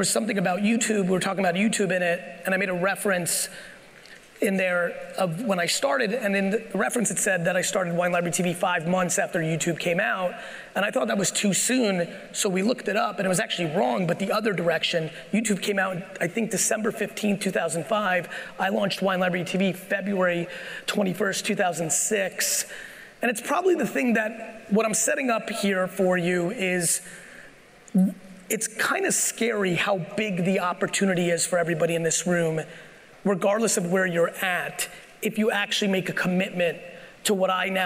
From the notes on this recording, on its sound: I'm sharing my keynote from the Aspire conference in San Diego, California.